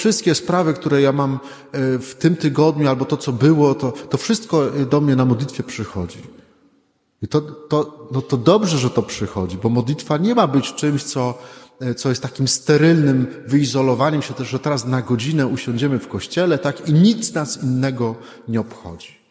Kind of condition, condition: setting, large echoing room